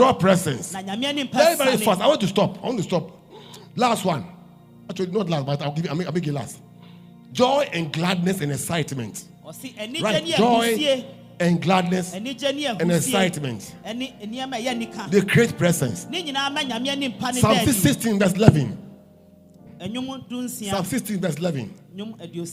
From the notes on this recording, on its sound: Preached At LCC Goshen